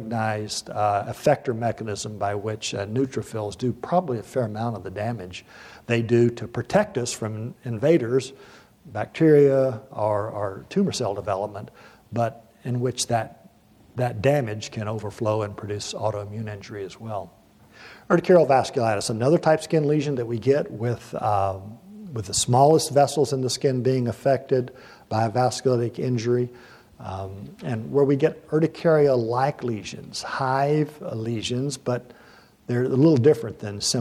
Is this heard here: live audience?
yes